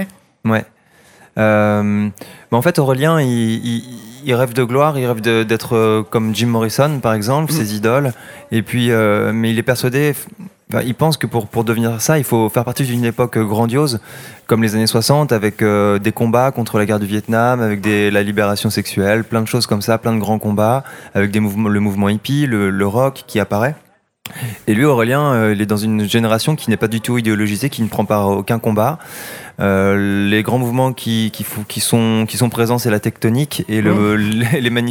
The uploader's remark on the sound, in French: en direct du salon du livre dimanche 2 octobre 2022